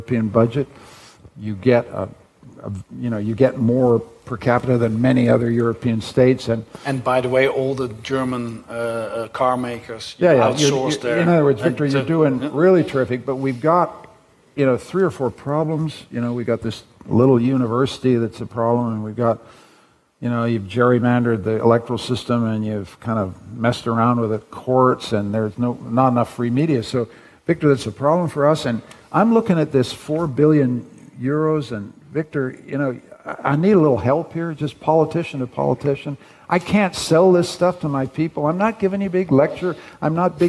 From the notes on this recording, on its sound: Broadcasted live in De Balie in Amsterdam